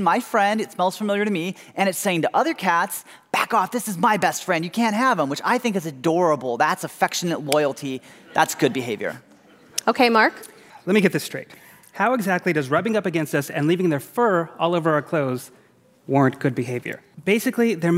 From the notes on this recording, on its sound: We're transporting you to the Fitzgerald Theater in St. Paul for a segment from a recent live show: Cats vs.